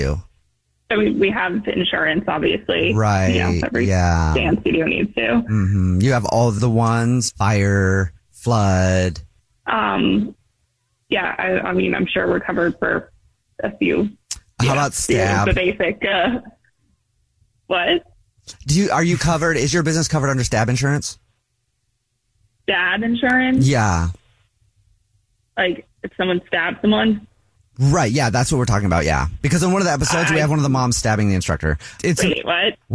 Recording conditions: phone line